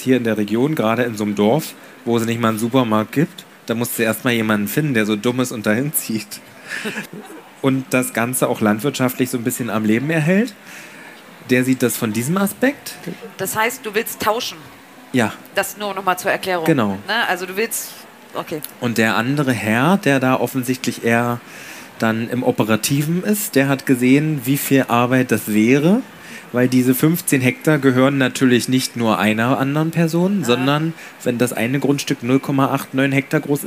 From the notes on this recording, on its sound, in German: Live Aufgezeichnet in Leipzig als erster Podcast überhaupt auf der Partner Pferd